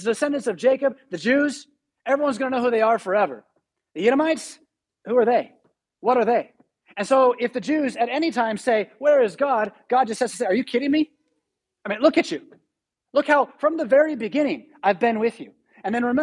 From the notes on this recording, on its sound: Preached at St Paul Lutheran Church , Rockford, Illinois on December 5, 2021.